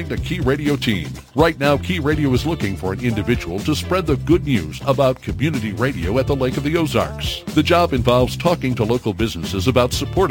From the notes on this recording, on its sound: Called in from Drain, Oregon.